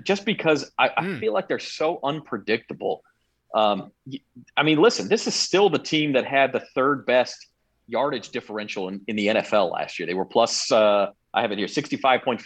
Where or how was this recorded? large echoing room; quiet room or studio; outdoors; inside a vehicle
quiet room or studio